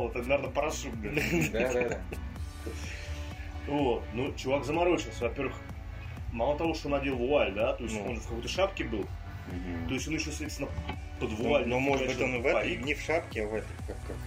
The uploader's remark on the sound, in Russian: Команда нашего социально депрессивного подкаста собралась усиленным составом. По причине обстоятельств (жара, непривычное место записи и особенности расположения рук относительно туловища отдельных участников подкаста). Качество записи звука в этот раз уступает по качеству прошлым выпускам.